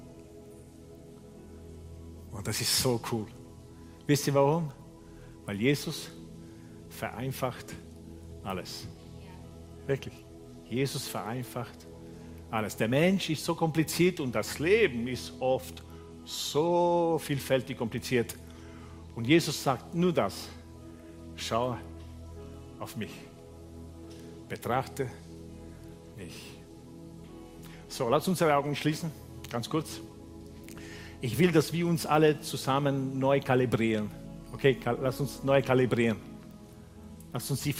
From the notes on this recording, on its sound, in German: Gottesdienst live aus der LIFE Church Wien